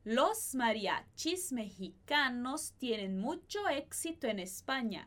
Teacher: Aqui a palavra mexicano vai ter esse sonzinho de H aqui na garganta, como se fosse o J, também por essa influência das línguas nativas aí dessa região.